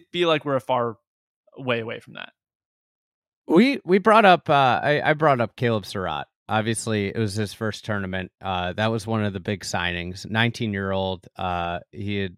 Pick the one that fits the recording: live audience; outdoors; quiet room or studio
quiet room or studio